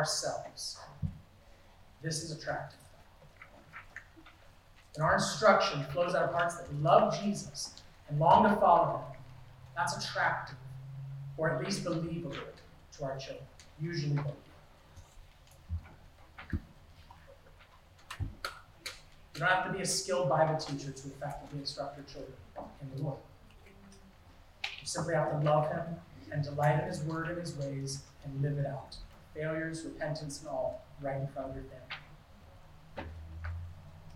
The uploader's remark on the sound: Due to electrical issues and power interruptions last Sunday, the audio quality is degraded.